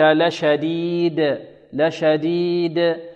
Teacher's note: الدال هنا عندما نقف عليها نسكنها، وإذا سكنت ماذا؟ تقلقل. القلقة هذه صفة عارضة.